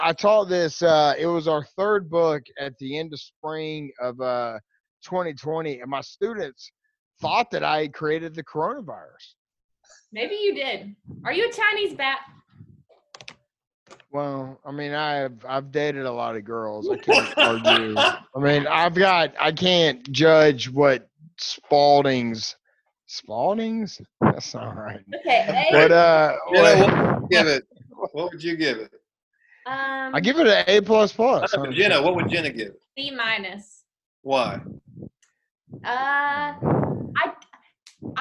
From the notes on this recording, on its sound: we did record this through Zoom